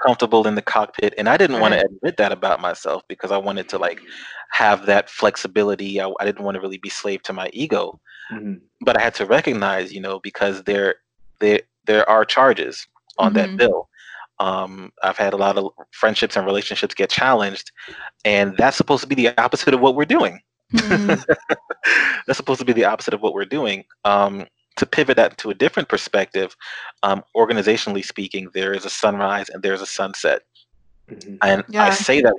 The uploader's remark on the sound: we recorded a remote interview via Skype